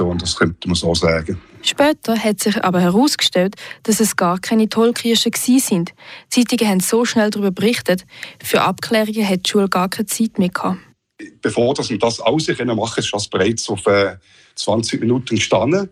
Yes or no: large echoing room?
no